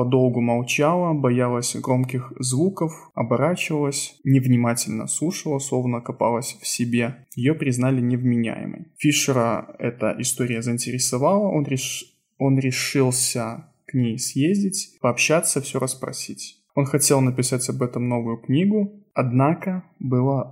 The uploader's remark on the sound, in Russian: Звук в этом подкасте немного некачественный.